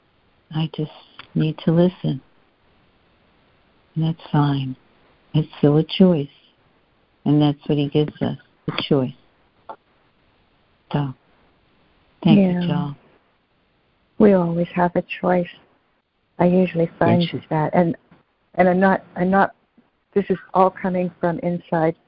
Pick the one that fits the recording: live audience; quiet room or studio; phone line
phone line